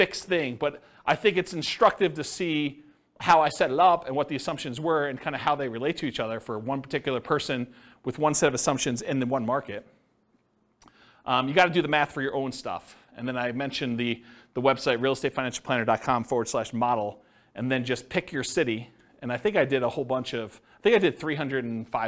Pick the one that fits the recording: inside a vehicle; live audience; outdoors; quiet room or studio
live audience